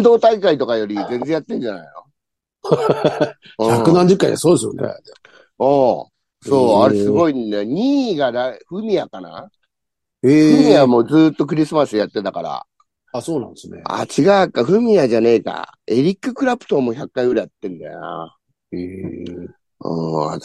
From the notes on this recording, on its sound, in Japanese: ZOOMで収録